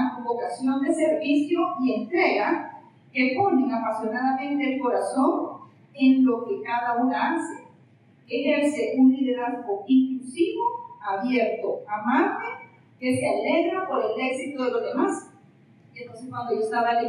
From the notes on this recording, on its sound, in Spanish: Les sere sincera que he luchado un poco para dejar el audio lo mas limpio posible, perdon por el audio el celular lo tenia en la mesa de enfrente al podio para poder tambien grabar el video para el recuerdo de tan grato honor.